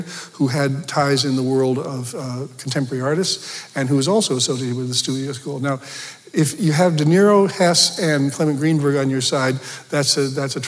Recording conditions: live audience